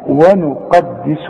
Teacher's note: القاف مفخمه، وفي كلمه مشتركه فيها حرف مفخم والباقي حروف مرققه